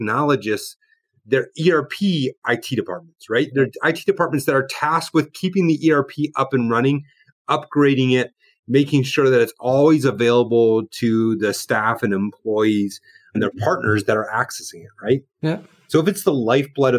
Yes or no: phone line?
no